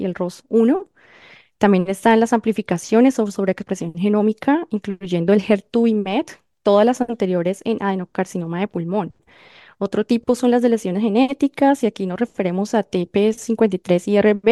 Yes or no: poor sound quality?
no